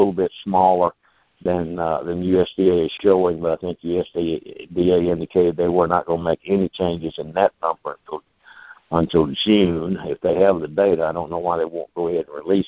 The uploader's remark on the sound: AG Market Network’s Monthly Conference Call On Cotton.